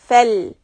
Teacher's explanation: lam has a sukoon, so you say fal, and keep the tip of the tongue stuck behind the teeth.